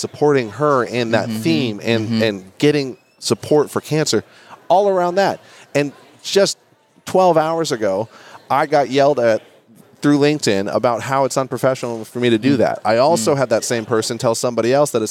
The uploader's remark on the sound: Live at NAA